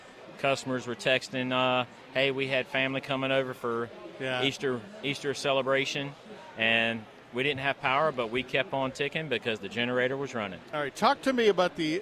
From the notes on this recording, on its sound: broadcast live from the North Carolina State Farmers Market.